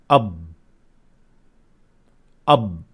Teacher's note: So here I'm simply trying to stop the air from escaping because I want to have the sukoon. That's why I'm saying ab.